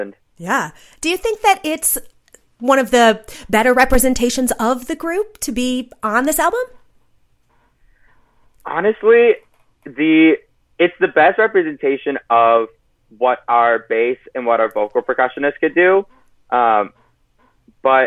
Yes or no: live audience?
no